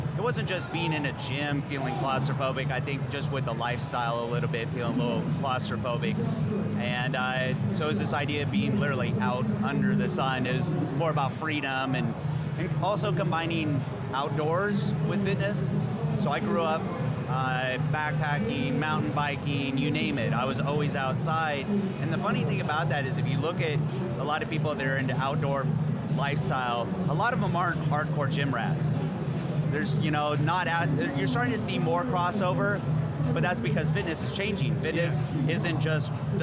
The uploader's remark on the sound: Reps Live From Olympia